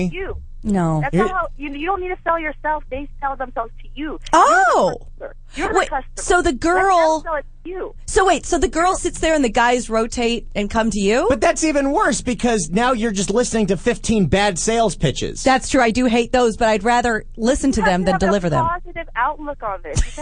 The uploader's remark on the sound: we take some great phone calls